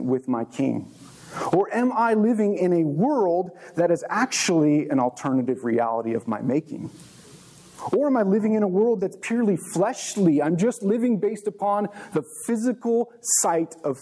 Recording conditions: large echoing room